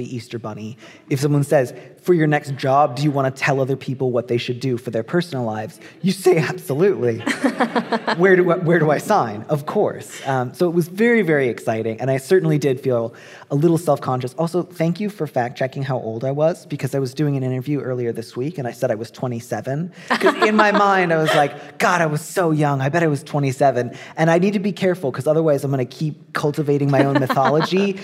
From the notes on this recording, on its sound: This episode was recorded live at the 2023 Sydney Writers’ Festival.